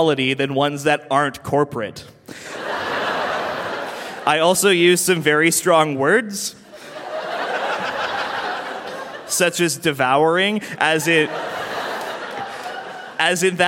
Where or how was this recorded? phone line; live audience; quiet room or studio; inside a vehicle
live audience